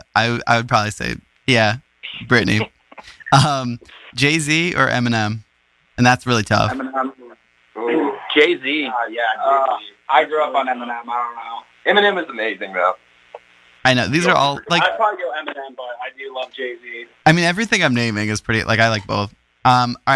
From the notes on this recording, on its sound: This episode was recorded over the phone in the Radio Free Brooklyn studio in Brooklyn, NY.